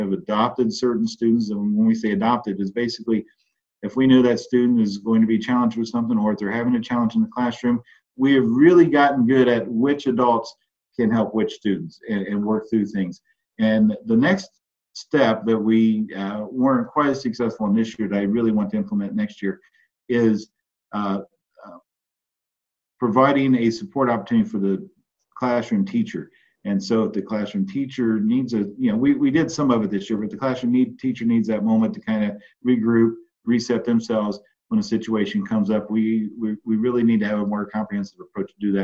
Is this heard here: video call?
yes